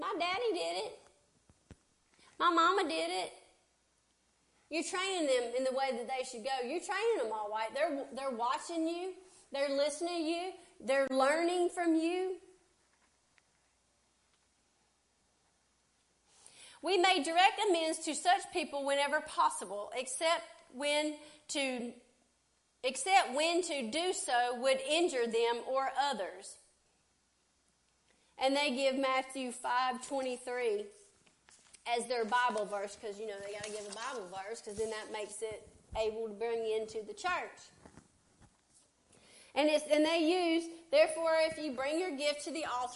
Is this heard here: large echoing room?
yes